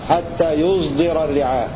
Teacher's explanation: ولحمزة والكسائي إشمام الصاد